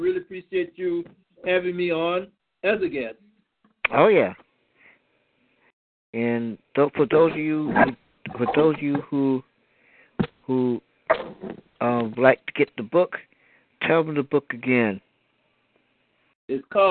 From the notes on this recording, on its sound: your phone calls